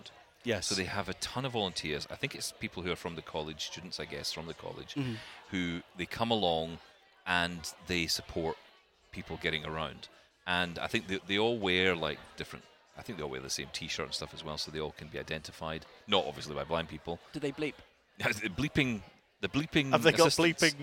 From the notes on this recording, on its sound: interviews we have recorded at Sight Village